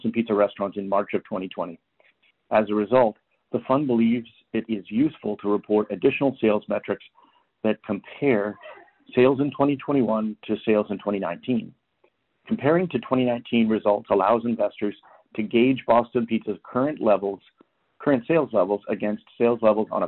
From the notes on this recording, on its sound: Fourth quarter 2021 earnings call for Boston Pizza Fund.